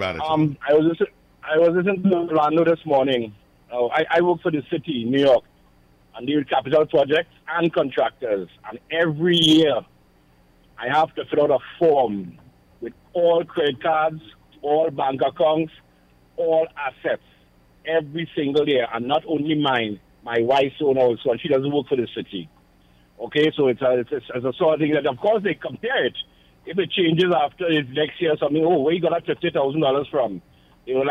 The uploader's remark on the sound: we take more calls from the audience